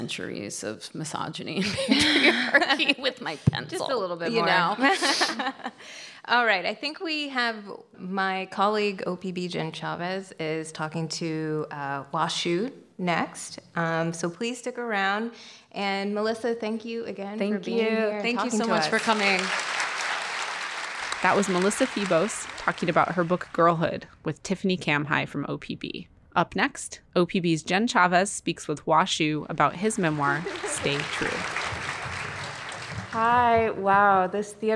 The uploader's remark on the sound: we bring you an event from the 2022 Portland Book Festival